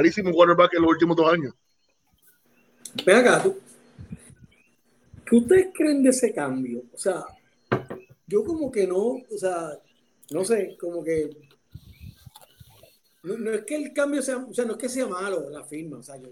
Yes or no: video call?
yes